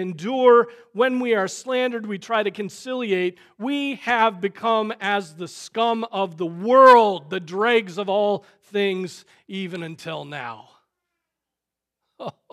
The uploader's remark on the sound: Preached on March 21, 2023 at Trinity Presbyterian Church ( Evangel Presbytery ) in Spartanburg, SC.